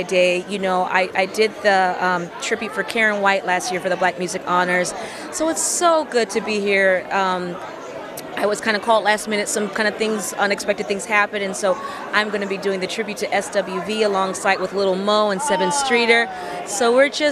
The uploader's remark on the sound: Black Music Honors 2023 - Live Interviews